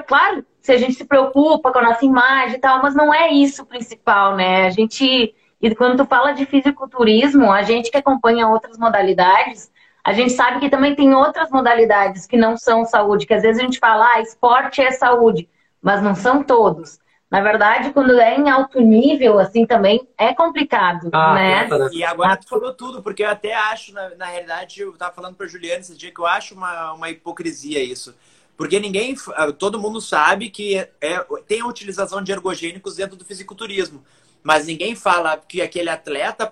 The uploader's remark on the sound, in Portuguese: Live realizada no Instagram